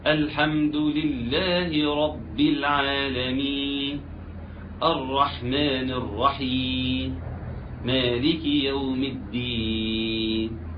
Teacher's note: انا تعمدت ان انا اسقط الحرف الاخير في كل كلمه